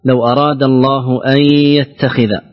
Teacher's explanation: النون حرف ساكن أتى بعده حرف الياء، والياء من حروف الإدغام بغنة